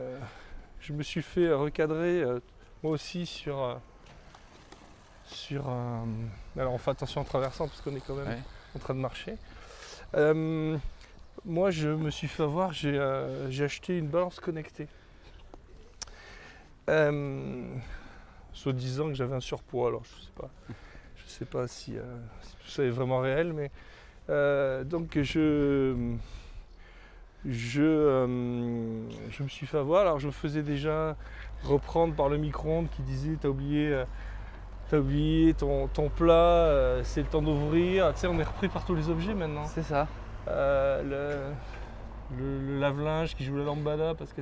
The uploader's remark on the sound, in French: L'enregistreur Zoom F2 pour un enregistrement en extérieur dans la petite ville bretonne de Piriac-sur-Mer. Nous expérimentons l'enregistreur Zoom F2 pour un enregistrement en extérieur dans la petite ville bretonne de Piriac-sur-Mer.